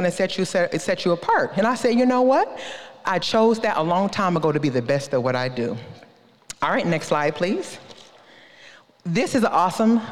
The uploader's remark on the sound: This episode is a session release from Ignite ‘22, an Ignite Christian Business Conference.